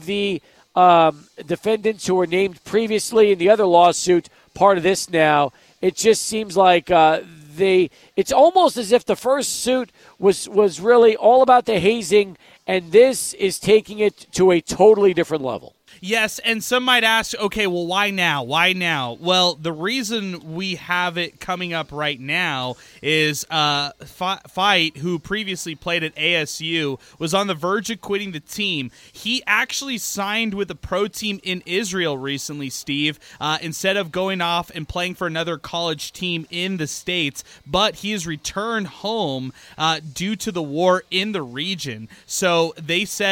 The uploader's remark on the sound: Live at Border City Alehouse